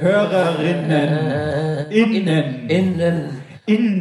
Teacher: das Binnen-I wird abgehackt gesprochen, habe ich gelernt. · Term: Glottisschlag